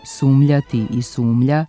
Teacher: Nepravilni oblici sumljati i sumlja povremeno se javljaju u govornom i pisanom jeziku, a nastali su razjednačavanjem, to jest disimilacijom nazalnih suglasnika m i nj, zamenom glasa nj najbližim nenazalnim glasom lj. Međutim, ispravni su jedino izvorni oblici sumnjati i sumnja.